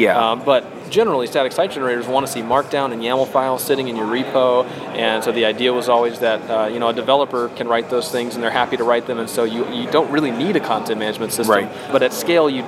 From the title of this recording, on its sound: React Round Up at JAMstack Conf SF 2019